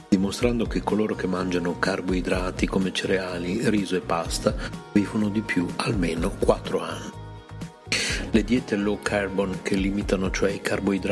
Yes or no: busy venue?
no